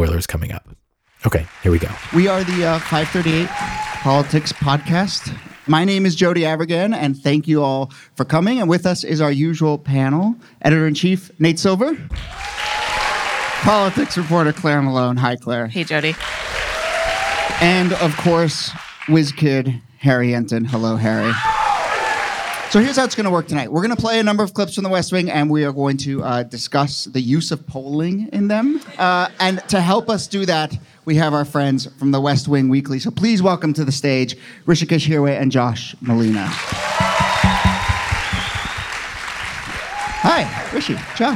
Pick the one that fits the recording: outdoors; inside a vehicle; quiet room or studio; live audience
live audience